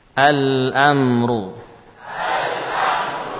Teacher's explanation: ini dibaca dari makhraj lam. Tepi lidah ditempelkan pada gusi dengan kita berikan padanya sifat sifat asli pada lam. · Term: idhar